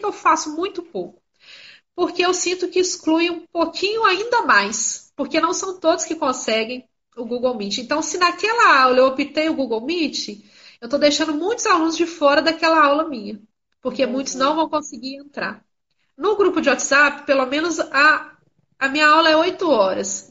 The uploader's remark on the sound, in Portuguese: Realizada inicialmente no formato de live no instagram